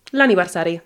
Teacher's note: But when it's the birthday, because it starts with a vowel, we just say l'anniversari. Yeah, el apostrophe instead.